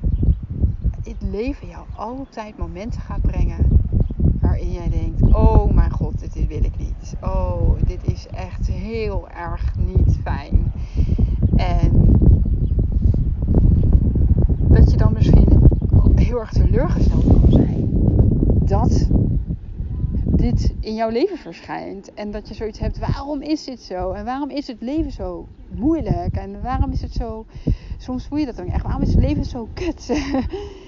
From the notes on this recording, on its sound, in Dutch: Excuses voor de stukjes met wind in de opnamen